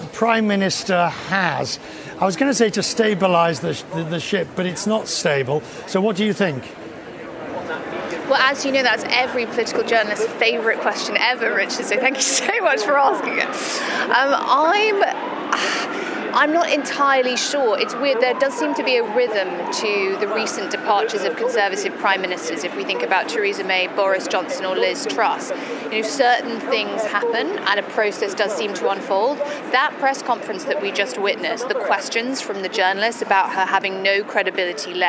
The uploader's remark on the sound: Today's action-packed show comes to you live from the International Monetary Fund meeting in New York.